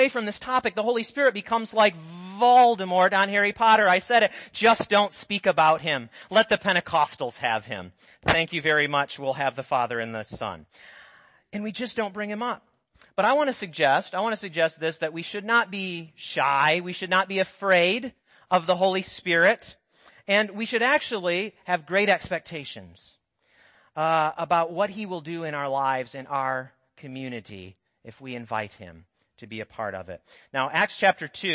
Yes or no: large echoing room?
yes